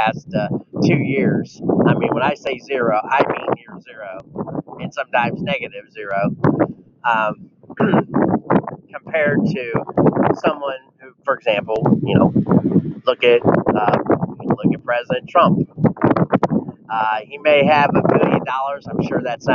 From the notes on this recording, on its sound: The audio went caca with all the wind. Atlantic Ocean got mad.